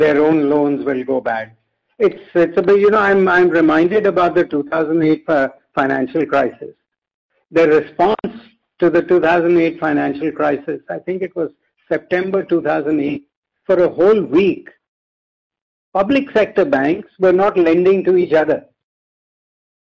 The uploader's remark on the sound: Conference call with M-Cril